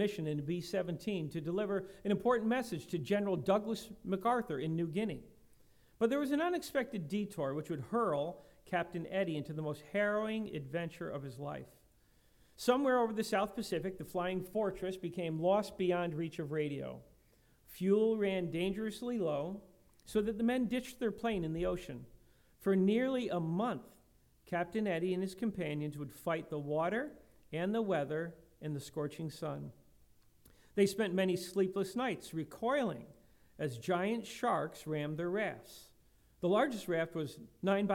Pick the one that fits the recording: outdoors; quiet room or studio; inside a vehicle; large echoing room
large echoing room